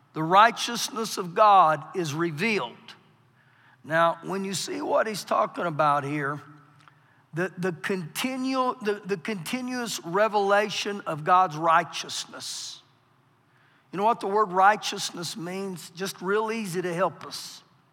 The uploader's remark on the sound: Recorded live during our Wednesday night service